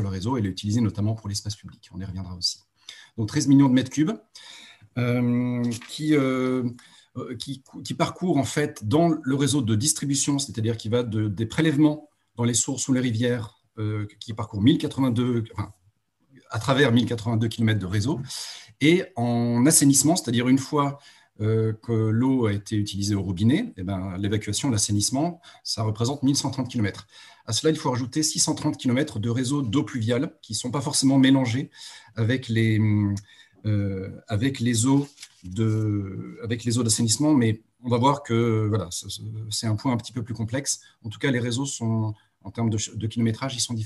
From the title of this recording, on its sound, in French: 29 janvier 2021 en visio